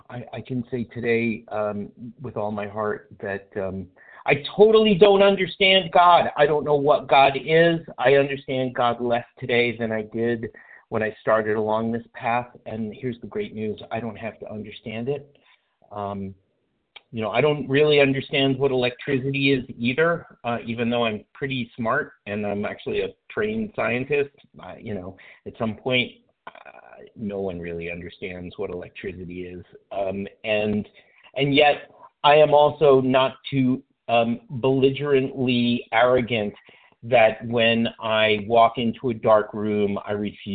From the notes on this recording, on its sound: from the 100 Pounders Phone Meeting